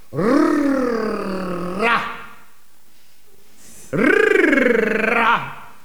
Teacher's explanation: es handelt sich um einen Schwinglaut mit mehreren Schwingungen